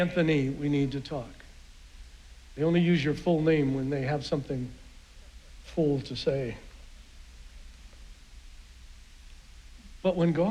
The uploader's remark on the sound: Was preached on June 6th at the 11:30AM service.